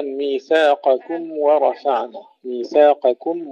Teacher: الميم أظهر فيها صفة التوسط، أظهر صوتها، بعدين ورفعنا، فخم الراء.